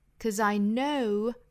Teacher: 注意尾部呢，应该是一个 z 的发音哈。'cause 和 I 连读就是 zi